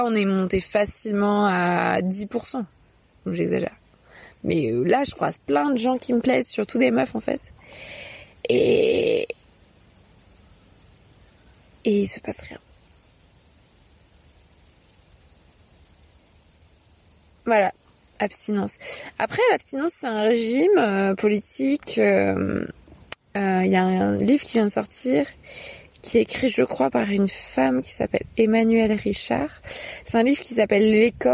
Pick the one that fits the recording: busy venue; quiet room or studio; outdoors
outdoors